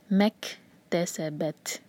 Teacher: کیف اور تا دو ایسے لیٹرز ہیں ان پر جب سکون ہوتا ہے تو ہم تھوڑی ہوا کے ساتھ پڑھتے ہیں